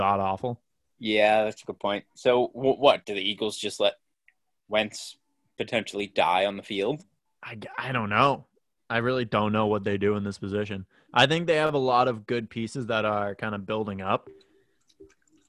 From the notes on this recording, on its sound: Fight all distractions and bad WiFi.